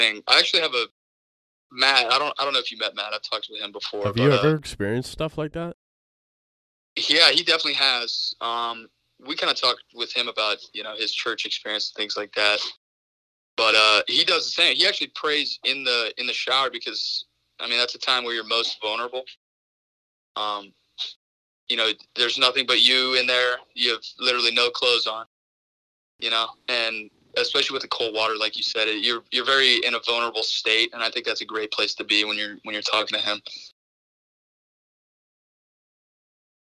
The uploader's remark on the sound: Episode One: Phone Call